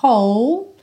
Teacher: Esse W do começo não é pronunciado, você pega direto do som do H, do, do arzinho